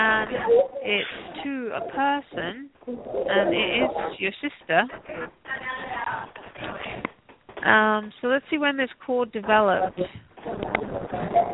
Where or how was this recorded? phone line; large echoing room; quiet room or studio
phone line